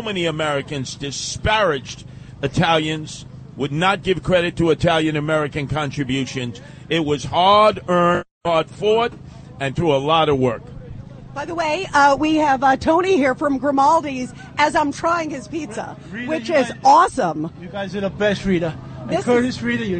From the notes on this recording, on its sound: Live from the Columbus Day Parade. Reports live from New York City's annual Christopher Columbus Day Parade.